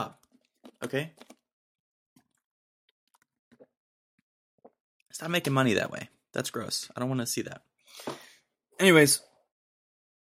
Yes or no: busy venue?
no